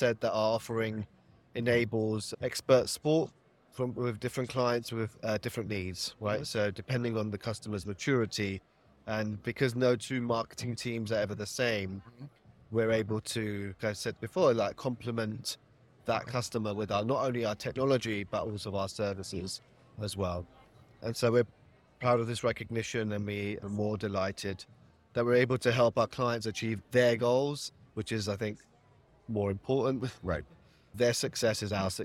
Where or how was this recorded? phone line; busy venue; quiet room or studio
busy venue